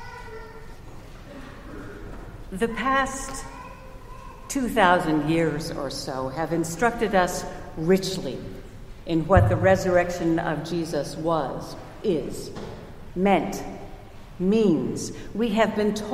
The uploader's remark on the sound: Recorded at Trinity Church in Princeton, NJ